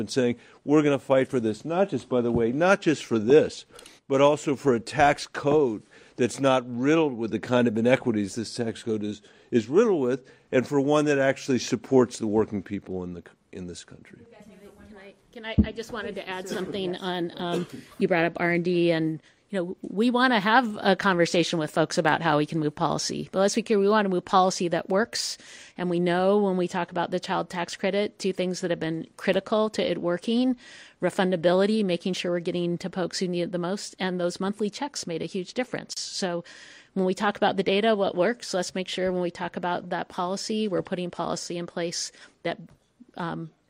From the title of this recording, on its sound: Full Press Conference